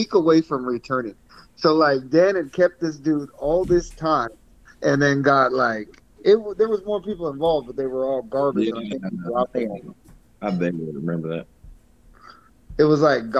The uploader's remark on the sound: Finally recorded one of our group calls.